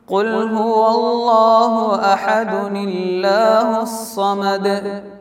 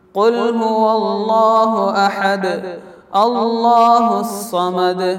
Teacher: ചേർത്തോതുമ്പോൾ അള്ളാഹു സമദ് എന്നതിലെ ലാമുൽ ജലാലത്തിന് തർഖീഖും, വഖഫ് ചെയ്ത് പിന്നീട് തുടങ്ങിയ ഓതുമ്പോൾ ലാമുൽ ജലാലത്തിന് തഫ്ഹീമും